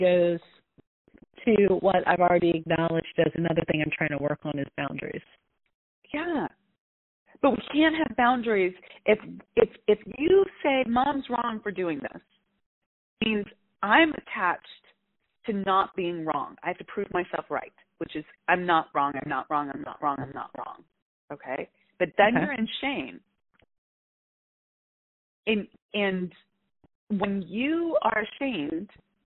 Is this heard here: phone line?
yes